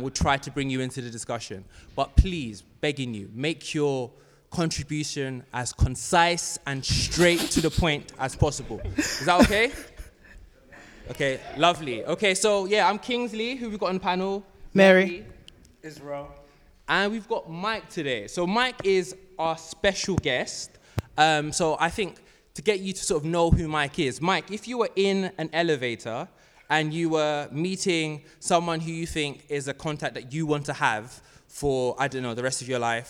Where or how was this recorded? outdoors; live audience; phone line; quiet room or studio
live audience